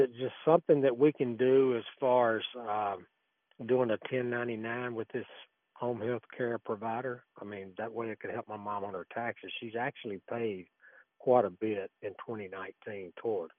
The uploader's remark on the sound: Taking phone calls from listeners. Now live from America's Music City, ladies, and gentlemen!